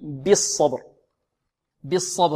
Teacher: بعض الطلاب يقول بالصبر بي، لا نقول بي بي بي بالصبر بالصبر. والصاد ماذا؟ مفخمة، والباء مقلقلة